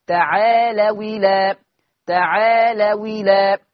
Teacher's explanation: فتنتقل كسرة الهمزة إلى حرف الواو، فتصير المنطوق واو مكسورة · Term: النقل